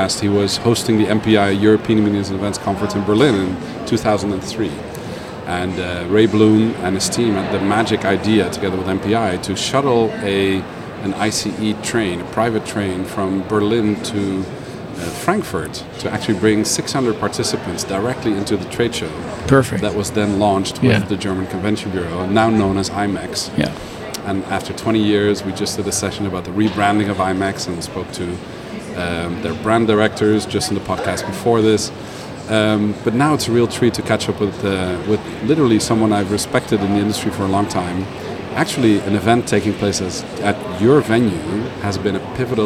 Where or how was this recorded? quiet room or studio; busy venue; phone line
busy venue